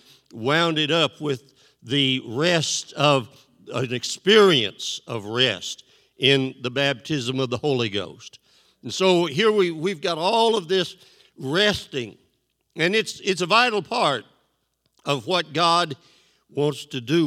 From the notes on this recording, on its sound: This JAT was recorded live on May 8th, 2022 at Newark United Pentecostal Church.